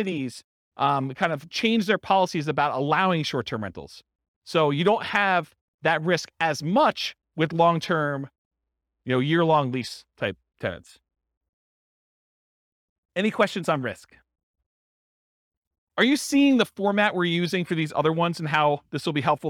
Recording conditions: live audience